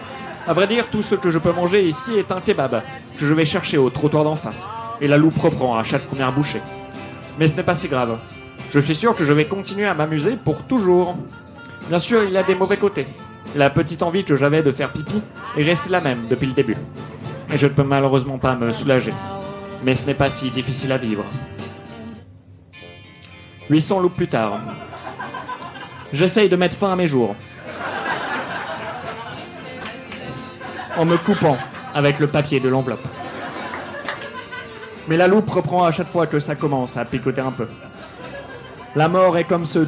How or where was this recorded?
live audience